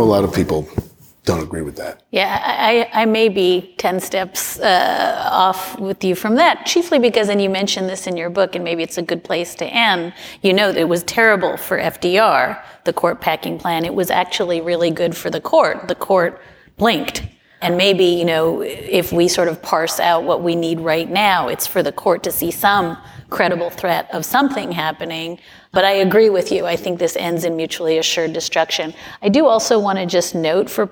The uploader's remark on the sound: We head to Seattle for a live taping of the show at the Cross Cut Festival.